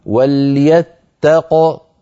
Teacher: لو وقفنا على وليتق أيضا نقف بقاف ساكنة مقلقلة هكذا وليتق.